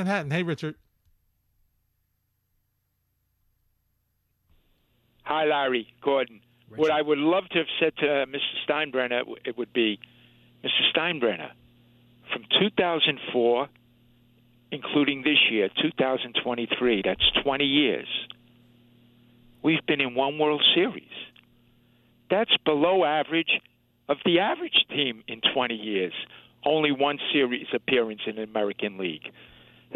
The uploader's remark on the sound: They also take a bunch of your phone calls